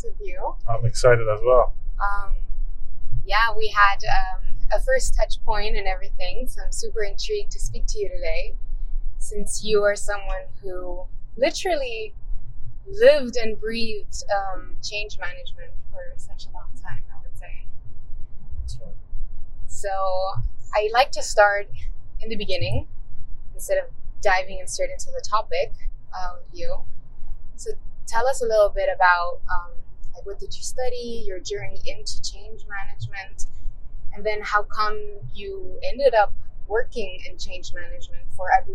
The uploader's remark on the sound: We recorded the session during a car ride through Basel, Switzerland.